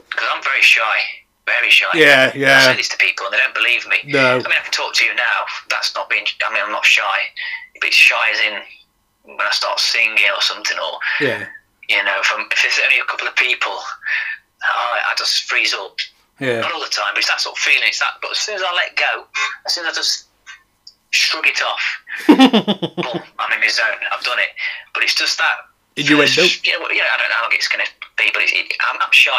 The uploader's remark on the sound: He even performs some live music (over the phone due to the coronavirus)